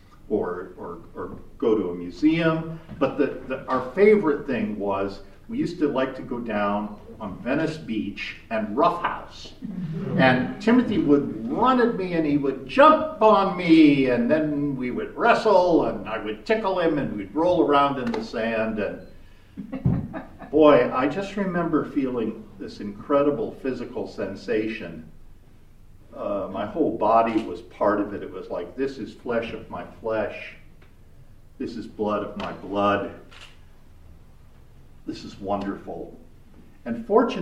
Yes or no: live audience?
yes